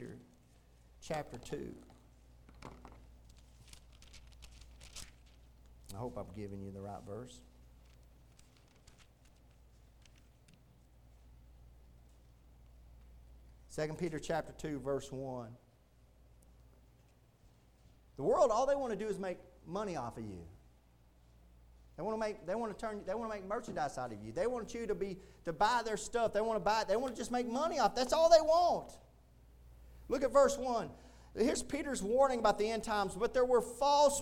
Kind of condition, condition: setting, large echoing room